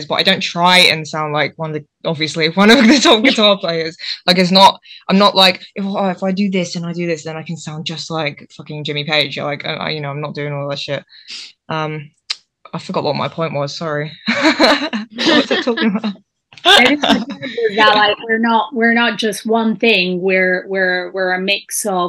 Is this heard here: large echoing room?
no